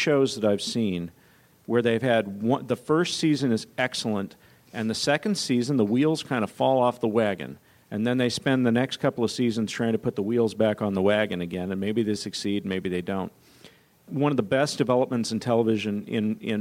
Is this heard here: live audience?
yes